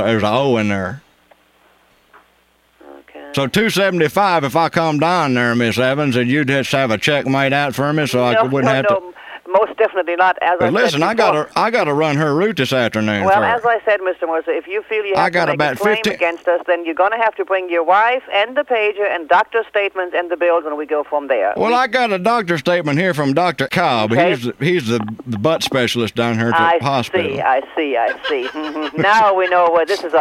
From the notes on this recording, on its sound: Prank Phone Calls